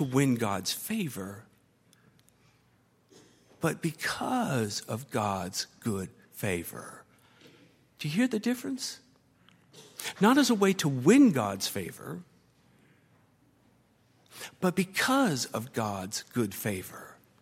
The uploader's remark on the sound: at Highland Baptist Church